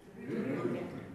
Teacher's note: 語尾にある E というのはドイツ語では原則的に曖昧語尾です